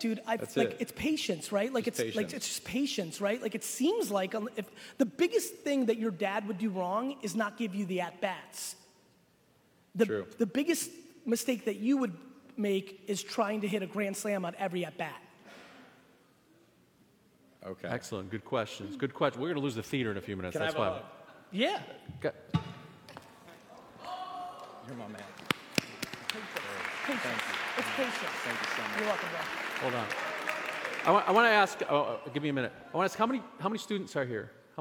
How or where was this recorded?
live audience